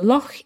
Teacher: So loch is a kind of unusual word in English because this ch sound, this ch that you make in your throat, this doesn't exist elsewhere in English